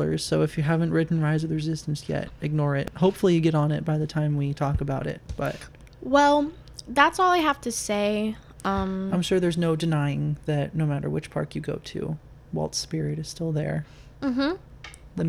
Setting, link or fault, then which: fault, sounds in the background